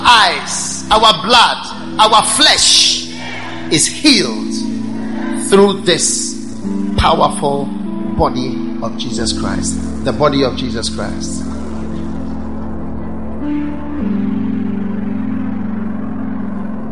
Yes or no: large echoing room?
yes